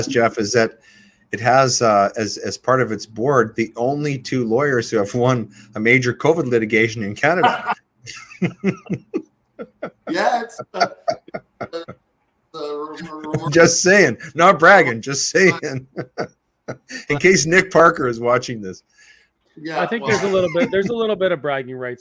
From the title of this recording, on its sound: Alberta Prosperity Project Webinar